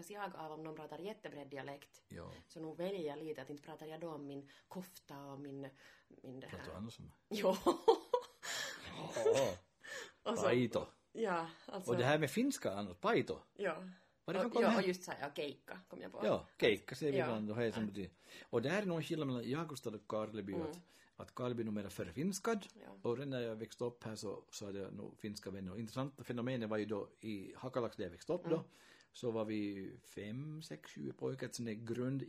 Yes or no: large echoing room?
no